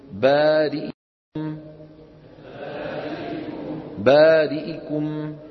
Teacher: باختلاس كسرة الهمزة من بارئكم